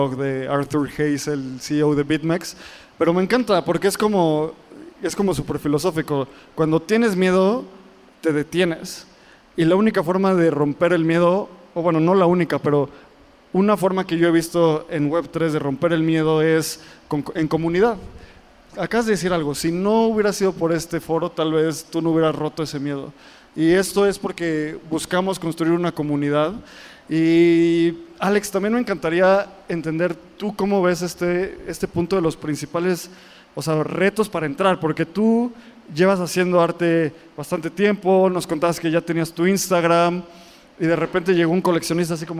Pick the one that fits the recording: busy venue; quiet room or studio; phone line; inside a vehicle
busy venue